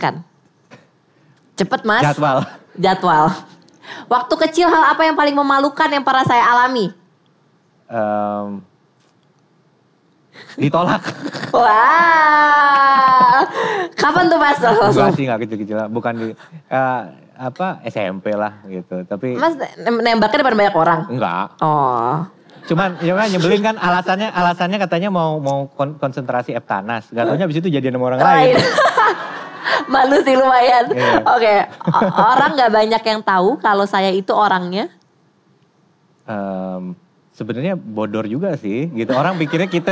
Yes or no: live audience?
yes